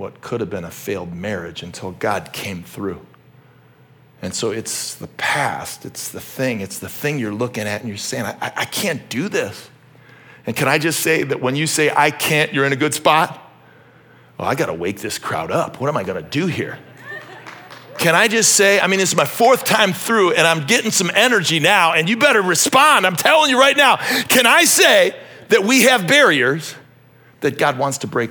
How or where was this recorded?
large echoing room